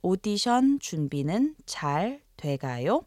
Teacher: with the rising intonation, indicates that it is an honorific question asking the state of something's progress